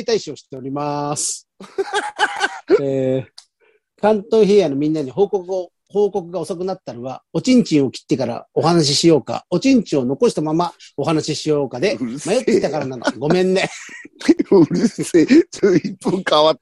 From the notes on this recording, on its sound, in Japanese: ZOOMで収録